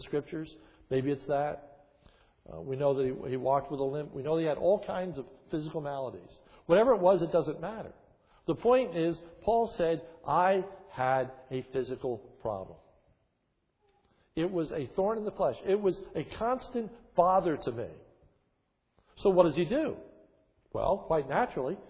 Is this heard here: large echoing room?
yes